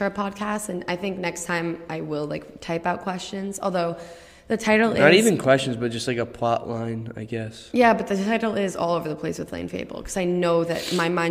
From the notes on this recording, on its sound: The room this was recorded in was not soundproof and had high ceiling